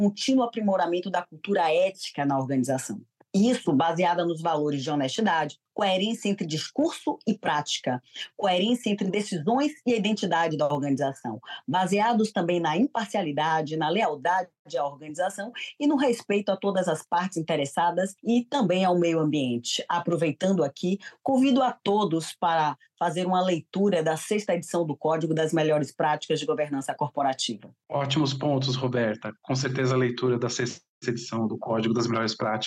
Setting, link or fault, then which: link, video call